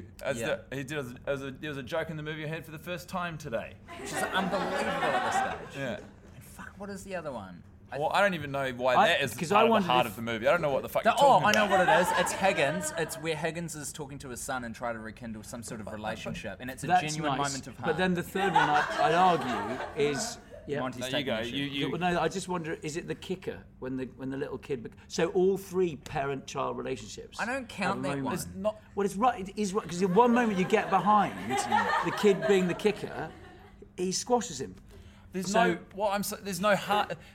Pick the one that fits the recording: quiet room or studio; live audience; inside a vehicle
live audience